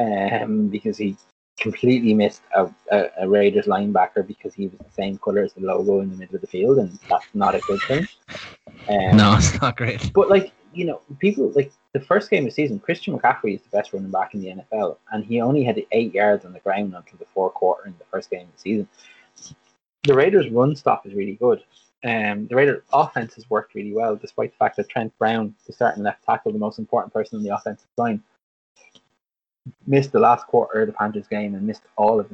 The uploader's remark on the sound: apologise for forgetting my mic stand and constantly moving the mic during this